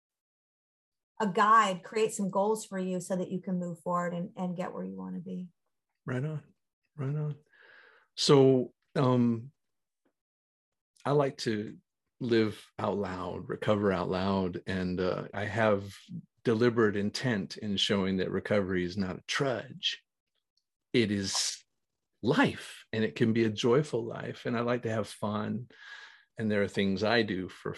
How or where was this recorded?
video call